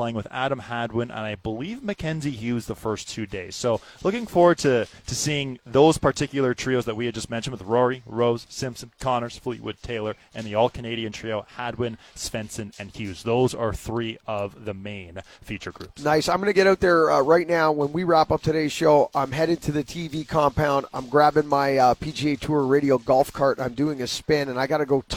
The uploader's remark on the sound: live on location from the Rink Hole at the RBC Canadian Open